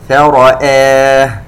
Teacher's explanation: ننتبه إلى ترقيق الهمزة هنا، وخاصة أنه جاء قبلها راء مفخمة، فرآه. وطالما أن الهمزة قد سبقت الألف فهذا مد بدل يمد بمقدار حركتين.